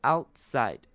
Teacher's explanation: 这个 T 其实可以轻轻的带过